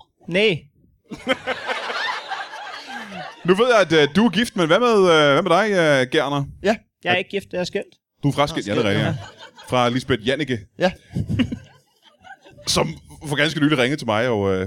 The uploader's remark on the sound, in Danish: LIVE fra Odsherred